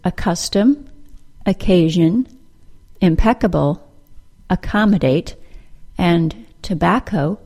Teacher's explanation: the two C's in the words accustom, occasion, impeccable, accommodate, and tobacco are pronounced with a single K sound